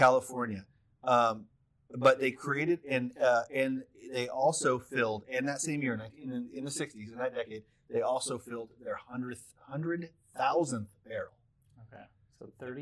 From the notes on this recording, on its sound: We do apologize for the terrible audio in this episode. We aren't sure what happened but we suspect the Bourbon Gremlins got into our system somehow and jacked some stuff up as they're prone to do.